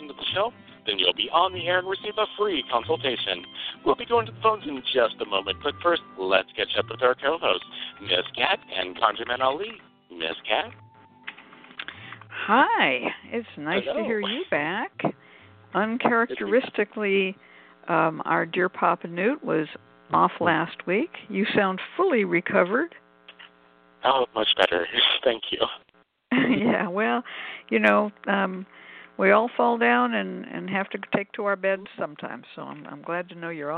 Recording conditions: phone line